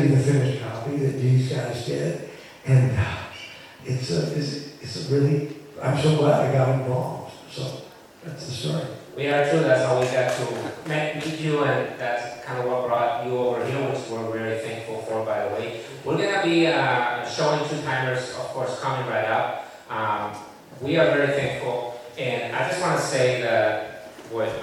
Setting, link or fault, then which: setting, live audience